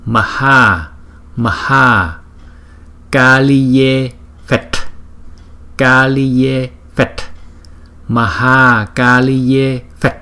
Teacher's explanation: Đó, như các bạn đã thấy, chúng ta có những chữ A có dấu gạch ngang trên đầu. Chúng ta sẽ đọc nó dài gấp đôi so với chữ A không có dấu gạch ngang trên đầu.